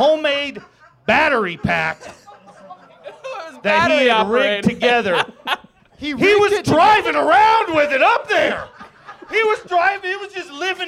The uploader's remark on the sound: Live show recorded at Stampede Bar and Grill in Prairie City, Iowa.